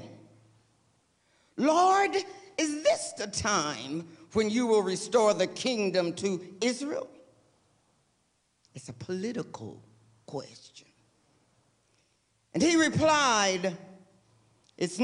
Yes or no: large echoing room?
yes